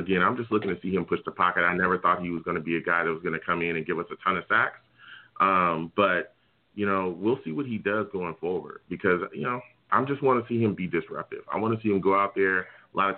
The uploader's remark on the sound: I’ll also take live callers!